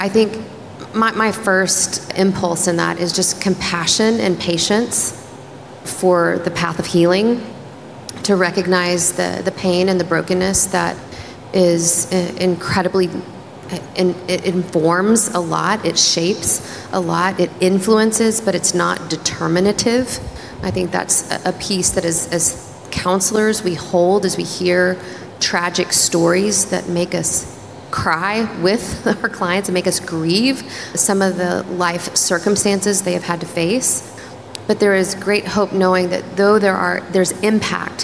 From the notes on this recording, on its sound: In this live event recording